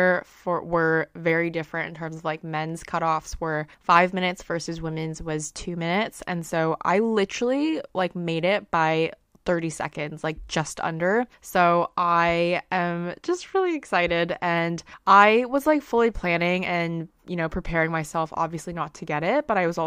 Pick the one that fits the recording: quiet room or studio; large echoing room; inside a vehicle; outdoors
quiet room or studio